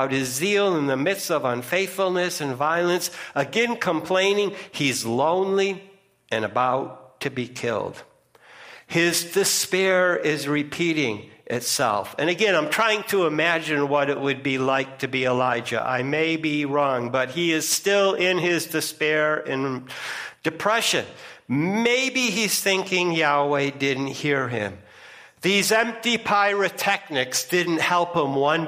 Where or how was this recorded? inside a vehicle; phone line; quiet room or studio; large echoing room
large echoing room